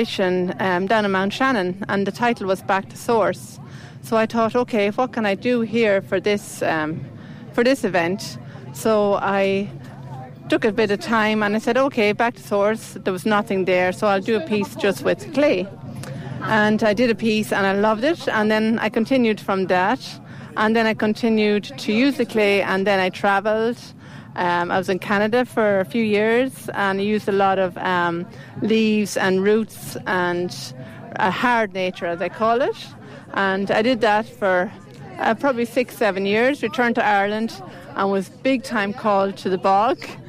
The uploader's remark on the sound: Uisneach Festival Interviews. Some of the interviews from Uisneach, Bealtaine Fire Festival 2023, with some of people attending the festival.